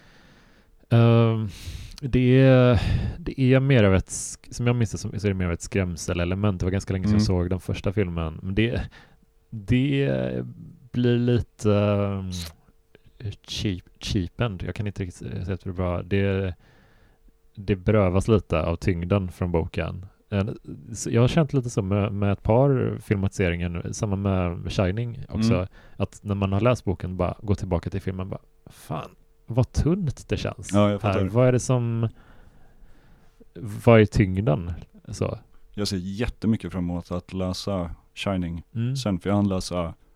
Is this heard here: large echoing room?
no